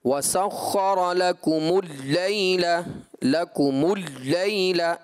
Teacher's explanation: ایک جگہ مجھے لگا آپ نے اس طرح پڑھ دیا، لفظ تھا وَسَخَّرَ لَكُمُ اللَّيْلَ، اس کو ایسا لگا لام کو آپ صفت توسط کی جگہ صفت شدت سے پڑھ گئے، یعنی کہ یوں آپ نے پڑھا وَسَخَّرَ لَكُمُ اللَّيْلَ لَكُمُ اللَّيْلَ، لام کو ایسا لگا جیسے آپ شدت کے ساتھ پڑھیں، جبکہ اس کو توسط والے انداز پر پڑھیں گے اس میں جھٹکا نہیں ہوگا نہ ہی اس میں شدت آئے گی.